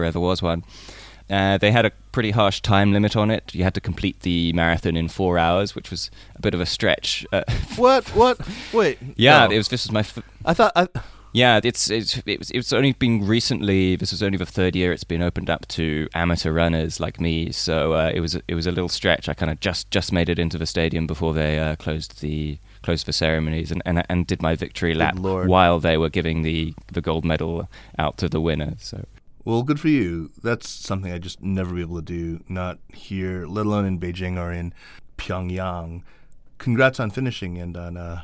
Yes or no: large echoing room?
no